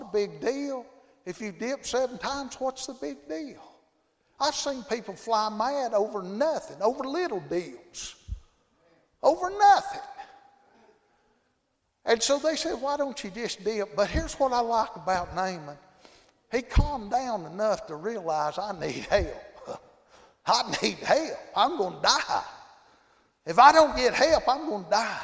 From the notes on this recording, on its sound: Thursday Evening service at Calvary Baptist